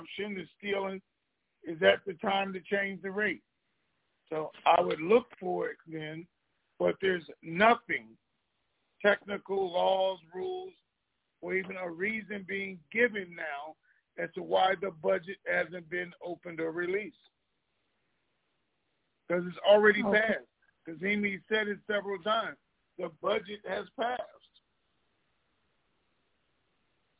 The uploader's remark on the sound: TNTSuperfantastic Conference Call